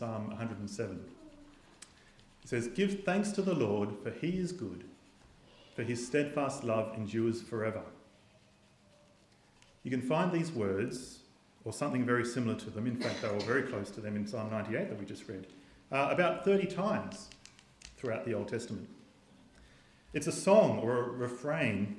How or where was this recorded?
large echoing room